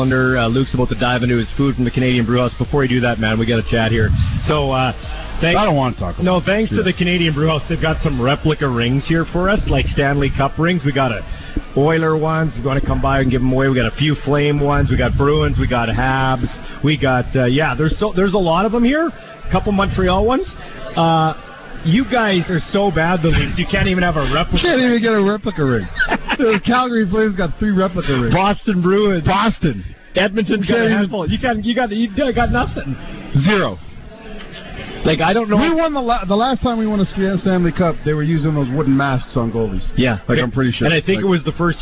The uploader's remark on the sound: LIVE in Saskatoon for #Riders Training Camp Day 4